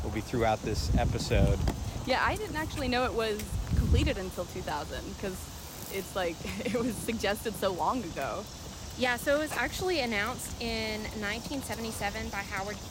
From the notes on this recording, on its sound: In this episode, we leave the recording studio to take a hike ourselves along the Neuse River Greenway Trail in Raleigh’s own Anderson Point Park.